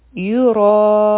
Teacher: را به غټه وایو ځکه چې په دې فتحه ده